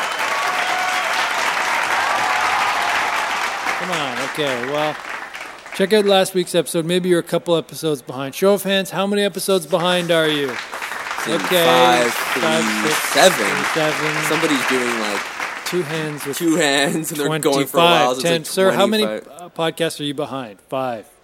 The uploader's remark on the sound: Press Releases (Live). Thanks to all who came out and actively participated in the recording through the many questions and positive feedback you gave us when the microphones were not recording. Took loglines from the audience for a live, spontaneous and exciting Logline Cage Match session.